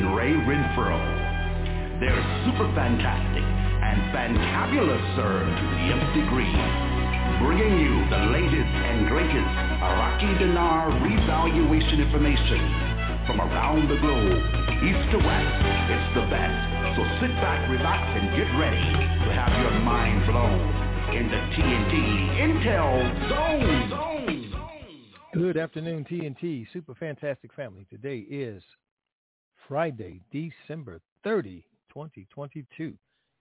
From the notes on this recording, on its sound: TNTSuperfantastic Conference Call